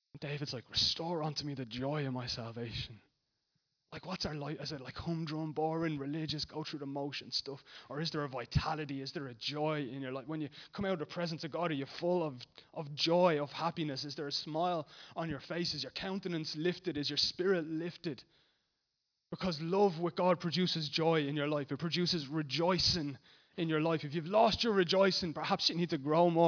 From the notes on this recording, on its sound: Recorded live at Liberty Church Bray on 3rd March 2019